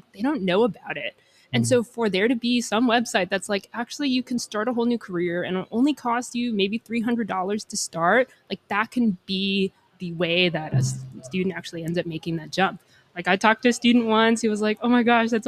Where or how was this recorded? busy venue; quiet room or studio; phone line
busy venue